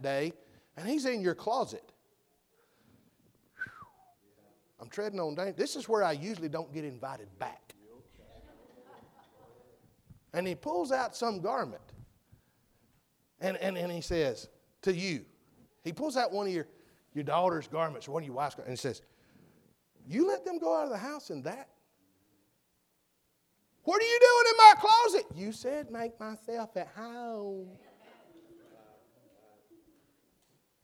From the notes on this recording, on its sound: full message preached at McGhee's Mill BC Semora, NC.